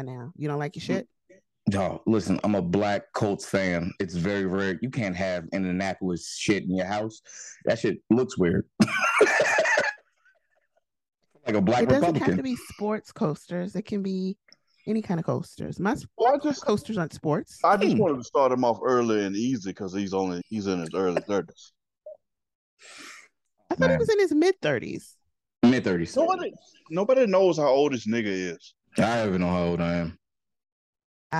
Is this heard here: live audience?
no